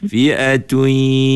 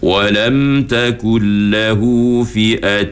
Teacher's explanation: Sebab dia baca suara dekat mulut. Sepatutnya suara tu di hidung. · Shown in: first take · Kena baca fi'atui. · Term: ma'al ghunnah